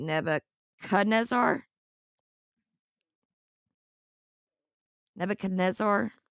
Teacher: the transliteration from the Hebrew makes the CH sound like a K